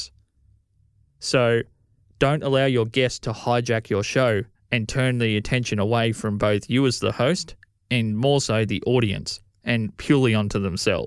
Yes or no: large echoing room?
no